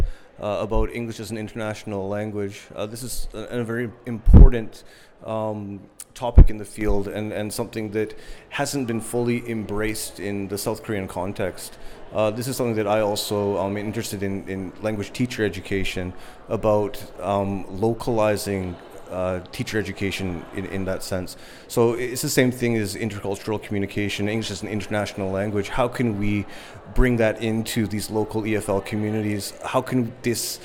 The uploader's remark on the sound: KOTESOL 2023: “Man-on-the-street” from Seoul.